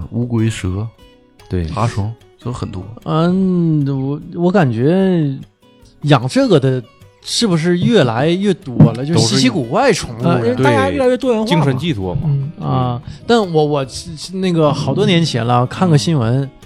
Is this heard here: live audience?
no